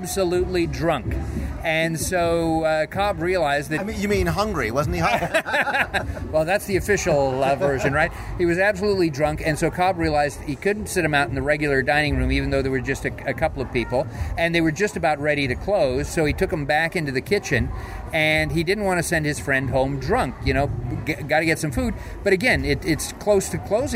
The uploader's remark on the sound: recorded live at Disney's Hollywood Studios.